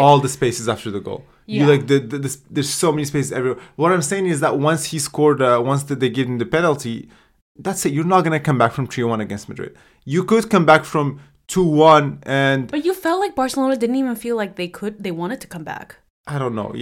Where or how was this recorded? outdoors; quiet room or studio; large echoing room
quiet room or studio